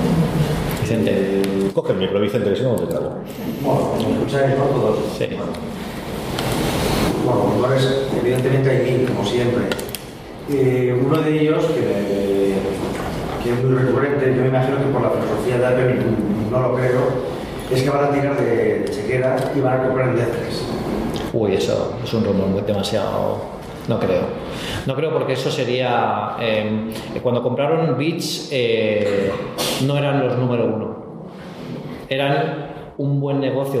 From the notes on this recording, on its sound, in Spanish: FDS en Directo. En un programa especial en directo en el Aula de Ámbito Cultural de EL Corte Inglés de Elche, dentro de la programación de la 41ª Edición del Festival Internacional de Cine de Elche.